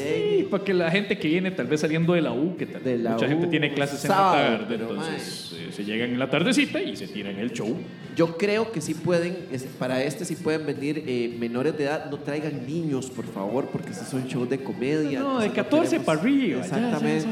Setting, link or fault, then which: setting, busy venue